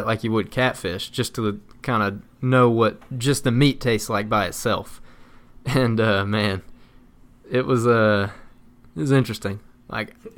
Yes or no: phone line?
no